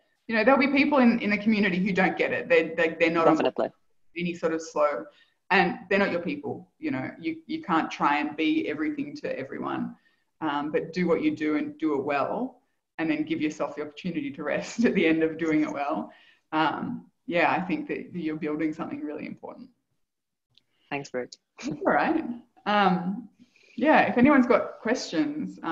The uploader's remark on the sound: Live Community Call